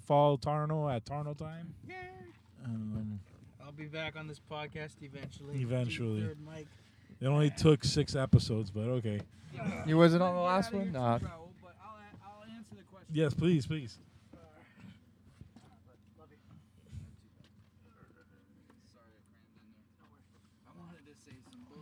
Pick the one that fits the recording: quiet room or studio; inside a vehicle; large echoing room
inside a vehicle